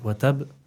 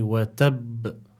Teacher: we must apply additional emphasis, because as the Sheikh mentioned, the ba here is like a double ba · Shown in: second take · So we need to apply additional emphasis when pronouncing this word, and we don't just say watab, we say watab.